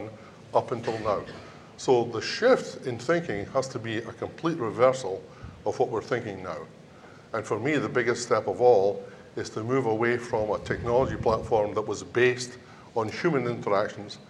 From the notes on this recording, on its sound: This episode features a round-table discussion on mine automation recorded live at The Northern Miner's Progressive Mine Forum held at the MaRS Discovery District in Toronto in October 2018.